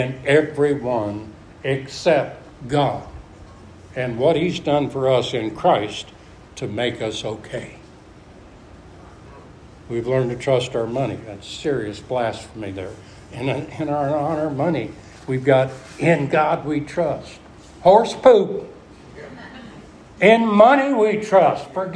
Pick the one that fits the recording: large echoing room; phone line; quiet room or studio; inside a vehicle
large echoing room